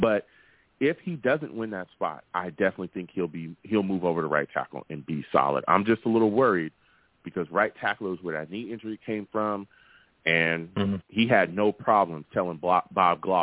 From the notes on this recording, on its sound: I take live callers!